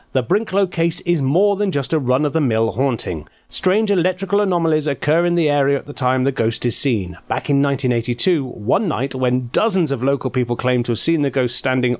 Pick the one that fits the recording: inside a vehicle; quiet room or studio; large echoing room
quiet room or studio